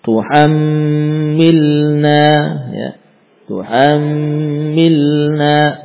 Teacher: Sebagian belum menyempurnakan gunnah pada mim tasdid.